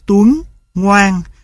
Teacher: A nhỏ, khi phát âm những âm tiết như tuấn, ngoan, hai môi của người phát âm tròn lại. Yếu tố tròn môi trong âm tiết kiểu này được gọi là âm đệm.